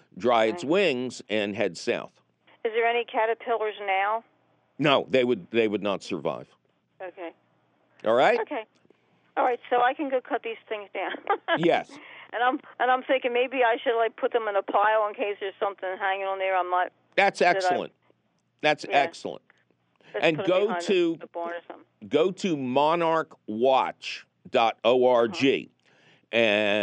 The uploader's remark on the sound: your wild phone calls!